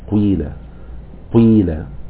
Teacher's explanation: كأنك تأتي بجزء ضم بعده جزء كسر، وجزء الكسر هو الذي تليه الياء، فلذلك صوت الياء لن يتأثر لأن الجزء اللي قبلها كسرة، ولكن في جزء ضم الأول. · Term: إشمام حركة بحركة